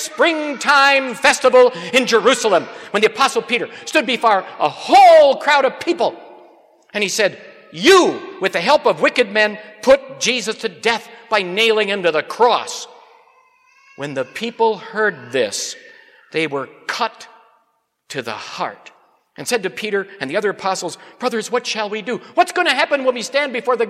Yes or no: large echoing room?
yes